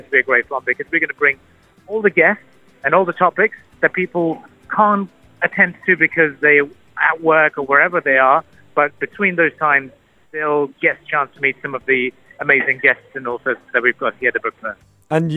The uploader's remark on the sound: live from the opening day of the Sharjah International Book Fair (SIBF), calls back into the studio